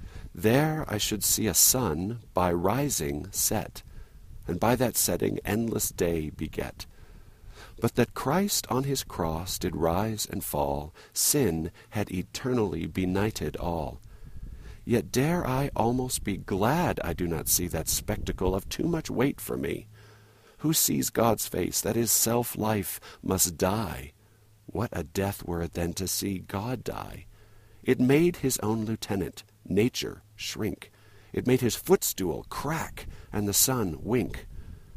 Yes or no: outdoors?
yes